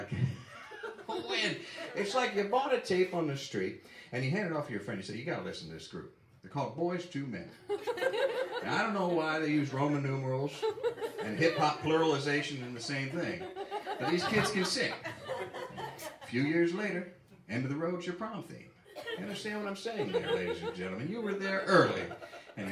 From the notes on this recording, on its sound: Season Finale live event, recorded at Film Biz Recycling in Brooklyn.